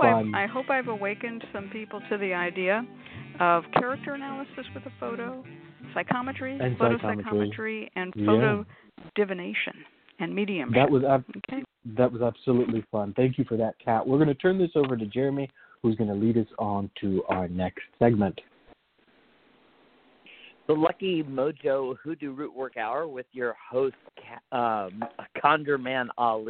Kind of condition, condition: link, phone line